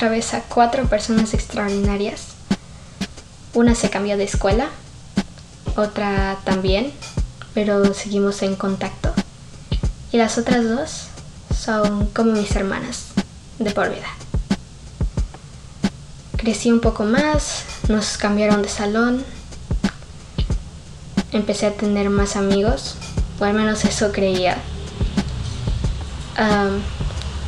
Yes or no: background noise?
yes